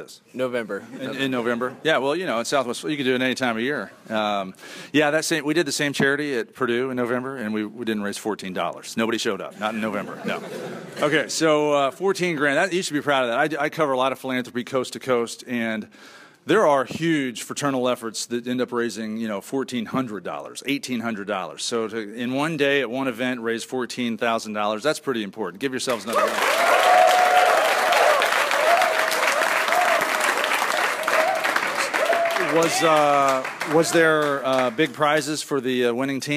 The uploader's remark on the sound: We begin the show with a live studio audience at Florida Gulf Coast University. Our feature interview comes from Texas A&M Commerce.